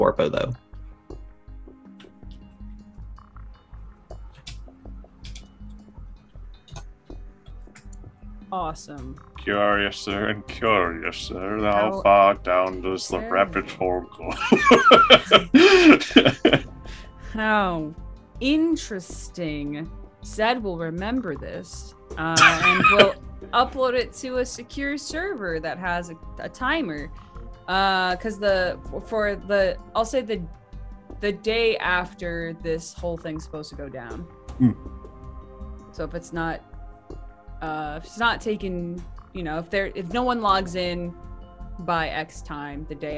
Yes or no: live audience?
no